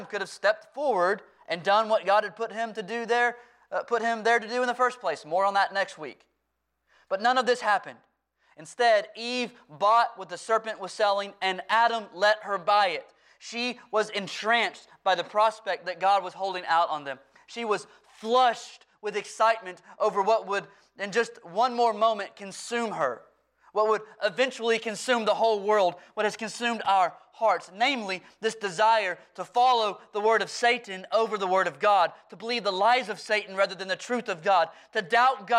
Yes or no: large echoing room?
yes